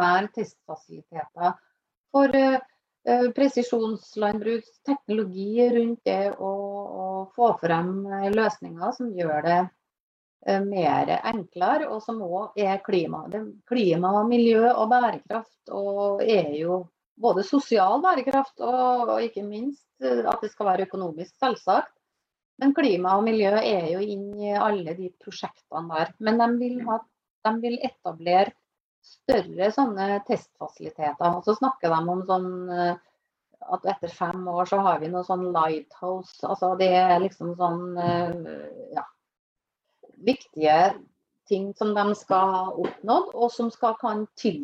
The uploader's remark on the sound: Live Zoom. I denne live-sendingen.